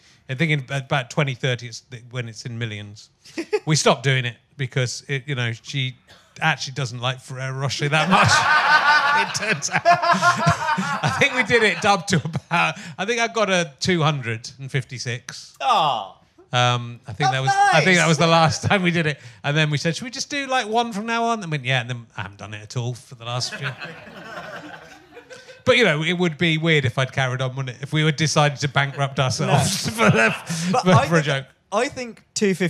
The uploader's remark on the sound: back live at the Phoenix